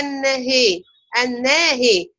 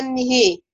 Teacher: يبقى هتقربي فتحة الهاء ناحية الكسرة وتقربي الألف ناحية الياء · Shown in: first take · Term: الإمالة الكبرى